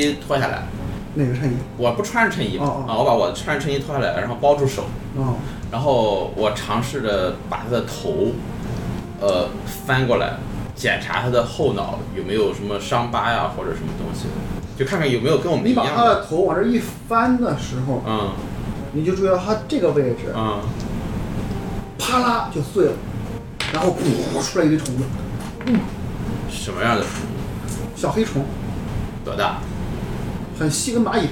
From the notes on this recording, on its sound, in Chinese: 这是兔子洞第一次尝试将我们平时跑团的过程录制下来。因为录制的环境和大家散座的位置，收音的质量可能比较差，敬请大家谅解。